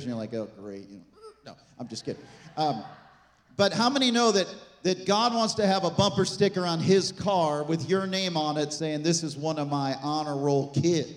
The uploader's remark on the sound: This message was recorded on March 19, 2023, at Gateway Church in Richmond, Indiana.